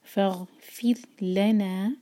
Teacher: را ساکن سے پہلے کسرا تو را ساکن باریک ہوگا، اور باریک کرنے کے لیے ہماری صرف زبان کی ٹپ یوز ہونی چاہیے، زبان کو رول نہیں کرنا.